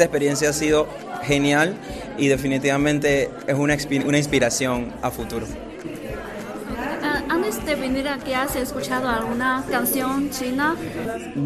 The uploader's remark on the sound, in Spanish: En una exposición de pinturas en Beijing. Radio Internacional de China en español hizo una entrevista exclusiva con él.